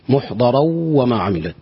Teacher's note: فننتقل إلى سؤال التجويد، محضرا وما عملت. تنوين أتى بعده حرف الواو، والواو من حروف الإدغام بغنة